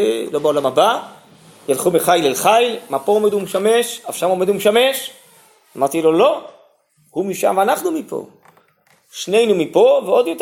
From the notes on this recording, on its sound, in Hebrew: הוקלט בישיבת שדרות